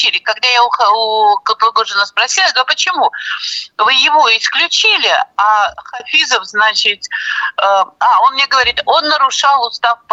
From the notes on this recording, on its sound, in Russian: По телефону